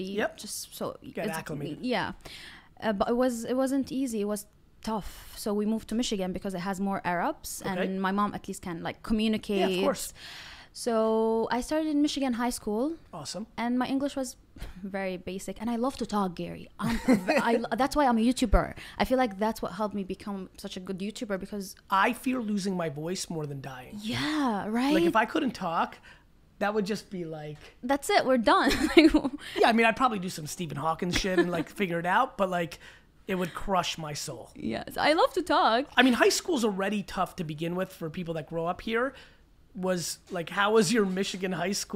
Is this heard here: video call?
no